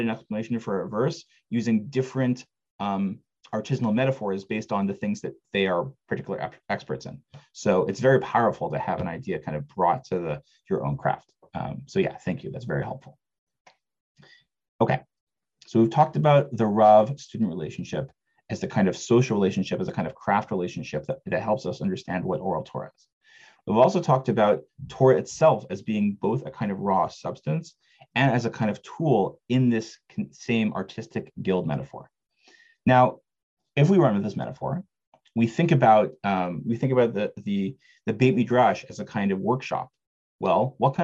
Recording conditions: video call